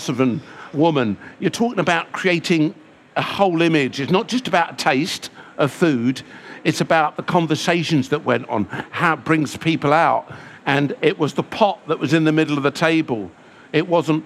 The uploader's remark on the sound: Recorded at the BBC Good Food Show.